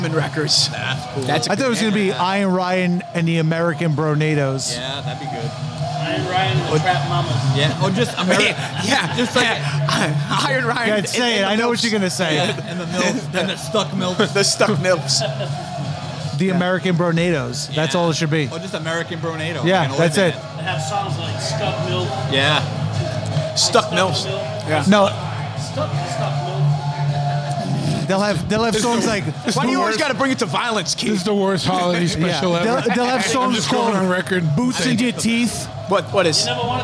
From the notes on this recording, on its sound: First off - this is a sloppy, horrible episode! We recorded this during a crescendo of drunken idiocy at the Choppahead holiday party.